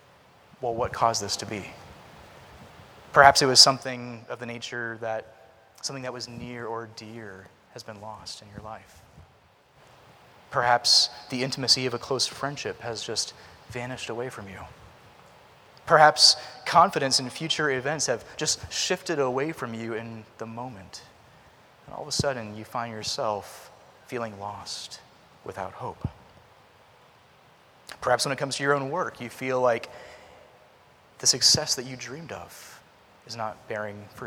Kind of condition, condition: setting, large echoing room